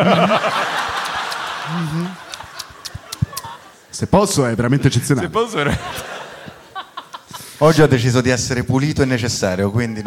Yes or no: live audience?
yes